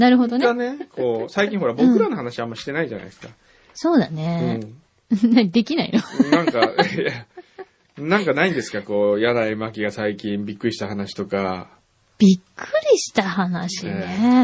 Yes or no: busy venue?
no